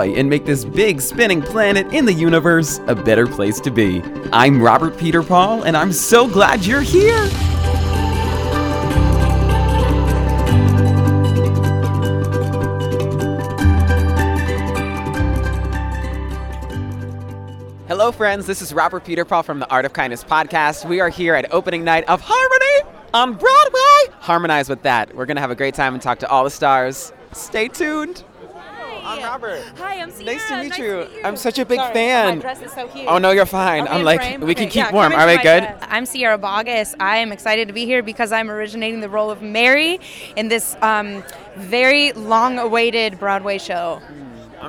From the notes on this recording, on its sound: live from opening night of Harmony on Broadway